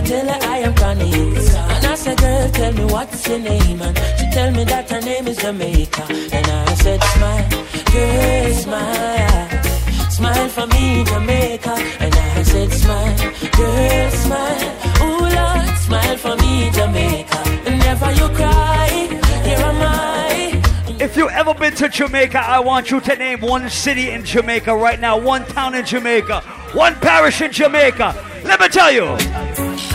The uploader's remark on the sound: Live audio from Island Saturdays on Saturday, March 31.